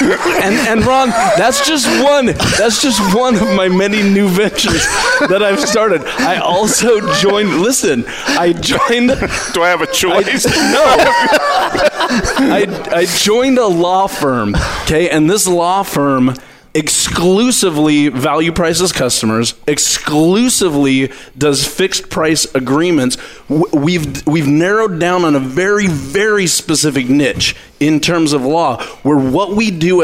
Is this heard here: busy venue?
yes